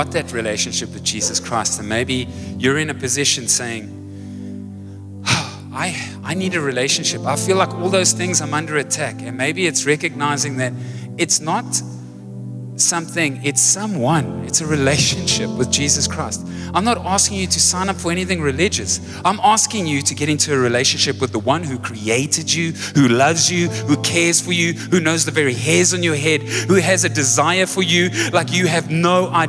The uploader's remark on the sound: Recorded live on Sunday the 1st October 2023